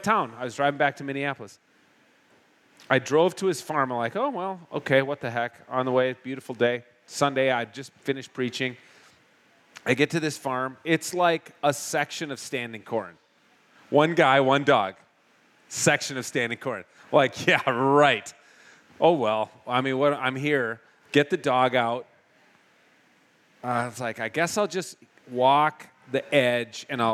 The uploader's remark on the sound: For a live show at Bear Cave Brewing in Hopkins, MN.